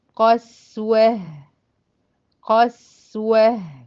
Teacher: قسوة نفس الحكاية، قاف هي بس المفخمة والسين والواو والهاء التاء اللي هي موقوف عليها بهاء ساكنة، التاء المربوطة دي انطقى عند الوقفة تبقى هاء ساكنة برضو مرققة